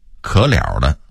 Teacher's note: 原来是可惜了的变音，由于北京人说话快，把中间那个惜字给吞了。